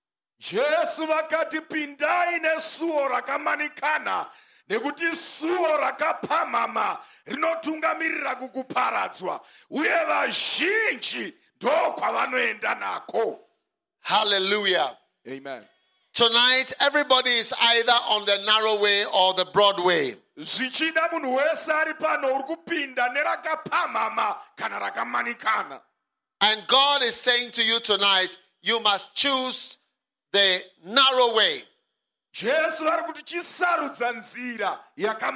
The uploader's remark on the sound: Preached at Healing Jesus Campaign, Zvishavane - Zimbabwe.